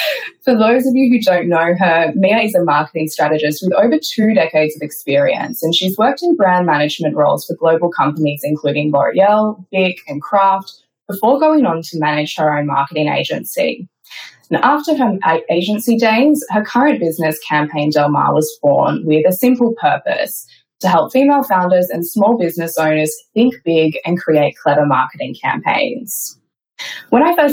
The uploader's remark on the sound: it is a live webinar